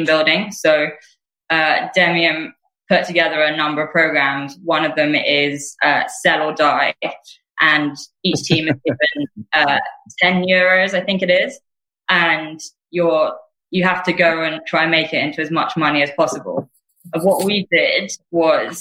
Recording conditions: video call